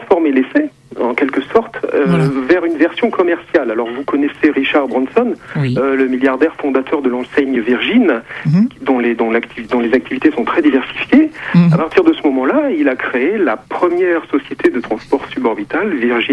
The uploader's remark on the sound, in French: par téléphone